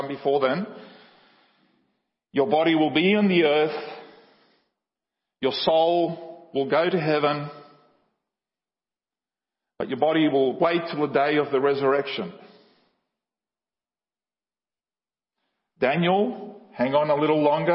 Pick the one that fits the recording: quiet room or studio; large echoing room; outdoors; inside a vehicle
large echoing room